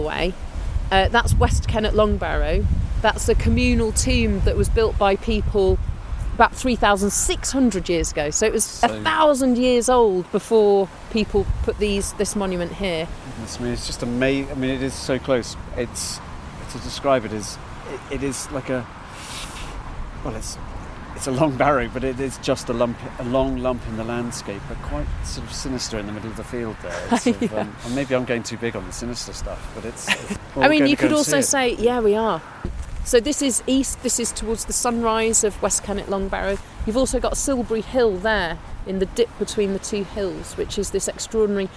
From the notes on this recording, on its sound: On a circular walk from the stone circle at Avebury onto mysterious Fyfield Down before walking along the Ridgeway to magnificent West Kennet Long barrow.